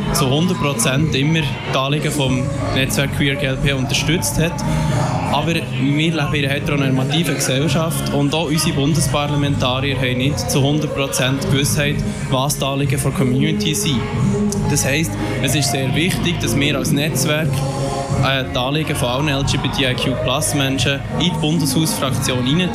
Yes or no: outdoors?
yes